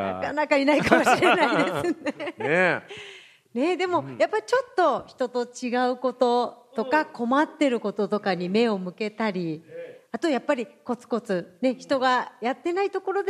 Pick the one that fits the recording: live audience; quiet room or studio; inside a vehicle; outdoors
live audience